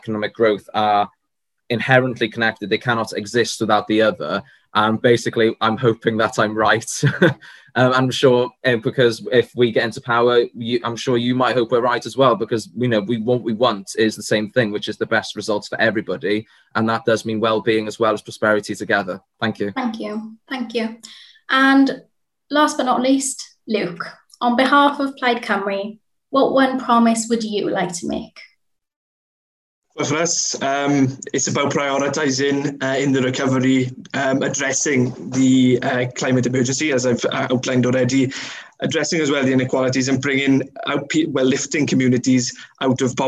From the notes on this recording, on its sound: a recording of the online hustings event hosted by the Wellbeing Economy Alliance for Wales